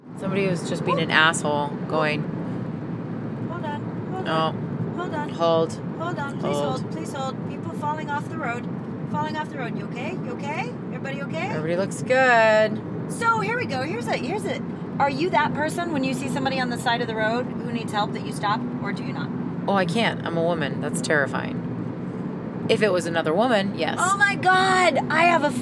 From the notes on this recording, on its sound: This is the post-convention roadtrip record. Listen as we stop for ice cream, fast food (in that order), and possibly catch a couple in another car...